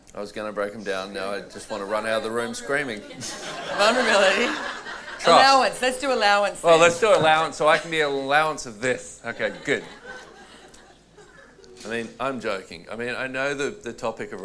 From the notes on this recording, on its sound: This audio was taken from a Relationships Done Different - The Beginning class in Noosa, Australia in December 2018.